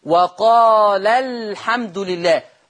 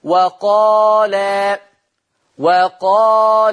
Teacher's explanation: الألف هتبقى وصلا محذوفة، أما وقفا فبتبقى ثابتة